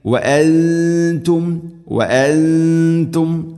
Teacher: മിൻ ബഅദിഹി വഅൻതും വഅൻതും, ഇവിടെയും ഇഖ്ഫാ ബിഗുന്ന, സാക്കിന നൂനിന് ശേഷം ത എന്ന അക്ഷരം, അവ്യക്തമാക്കി മണിക്കണം